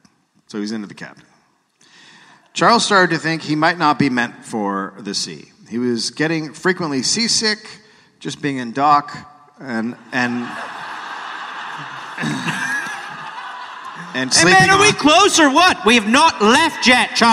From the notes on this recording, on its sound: Recorded live in London.